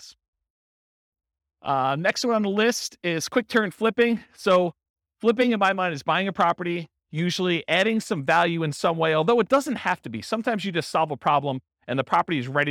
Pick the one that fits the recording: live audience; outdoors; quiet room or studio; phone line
live audience